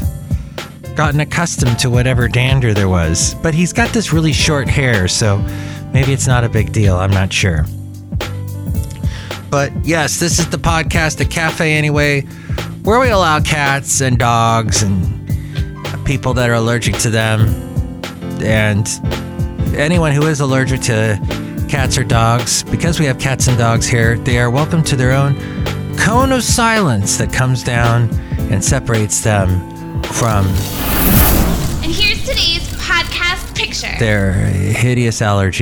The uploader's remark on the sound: Podcasts live from Cafe Anyway.